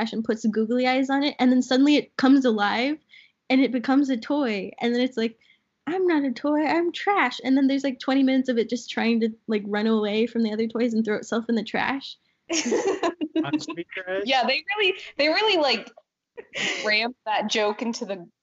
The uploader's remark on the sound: Recorded remotely from Dallas TX, Indiannapolis IN, & Buffalo NY.